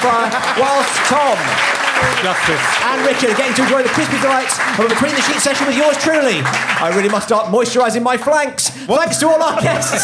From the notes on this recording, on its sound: recorded live at The Phoenix in Cavendish Square